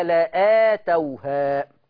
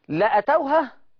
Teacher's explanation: معناها أن أنت خليت نطقت الهمزة وحذفت الألف · Shown in: second take